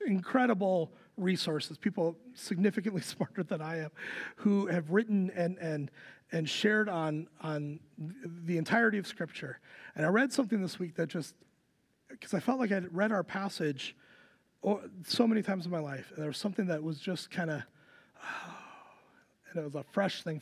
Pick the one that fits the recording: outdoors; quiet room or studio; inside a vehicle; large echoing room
large echoing room